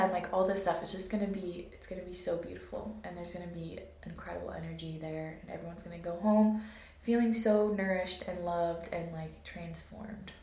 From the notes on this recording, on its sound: Sorry about the audio quality on this one. My mic situation got messed up for this episode.